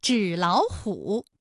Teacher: 第一个音节变成二幺，第二个音节变成三五